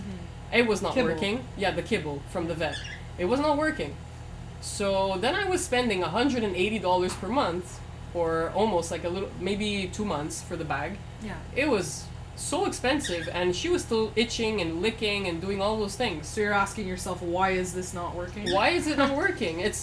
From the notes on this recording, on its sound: you will hear some background noise and a few words from our store Cockateil